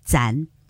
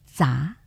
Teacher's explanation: 他没有留意到他的鼻音，就是前鼻音的鼻音呢，他没留意，所以就读到杂了 · Shown in: first take